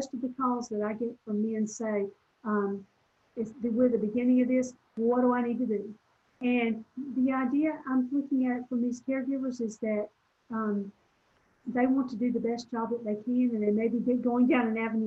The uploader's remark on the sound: This recording is from a Zoom presentation